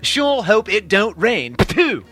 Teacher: Another verbal signal is the bilabial plosive, usually accompanied by a spray of tobacco juice from the oral cavity.